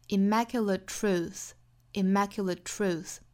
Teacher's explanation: Immaculate 后面的这个字母 t 呢，把它省读